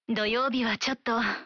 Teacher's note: en allongeant la prononciation à la fin et en diminuant le ton de la voix pour dire ちょっと